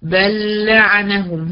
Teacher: حكمها هنا الادغام عشان جه وراها حرف اللام بتاعت لعنهم